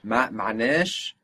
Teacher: when the a stretches, when the accent goes on the end, it will sound more like an e